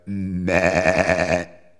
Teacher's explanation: Allí comprobó que el 37% de los ovinos estudiados proferían un sonido que se iniciaba con un ataque bilabial nasal laríngeo, similar a una M, seguido por una reiteración en staccato de un sonido de E abierta gutural con resonancias palato-alveolares, o sea, meh.